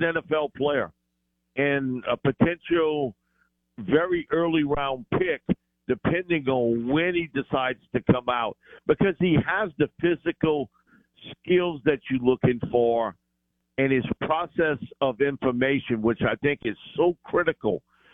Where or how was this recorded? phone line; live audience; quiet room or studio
phone line